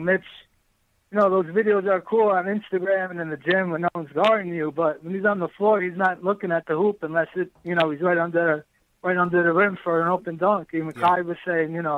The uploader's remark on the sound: React to the game and take live phone calls from fans around the world.